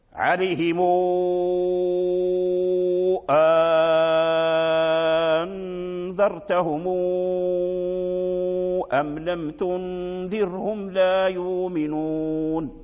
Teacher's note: هذا الواو بارك الله فيكم إذا كان بعده همزة قطع فبالنسبة لورش نمده مدا طويلا مشبعا، عليهم أنذرتهم أم لم تنذرهم لا يؤمنون. نمد هذا أولا نضم الميم ثم نصلها بواو، وبما أن الواو مد ثم جاء سبب المد وهو الهمزة فكان المد مدا طويلا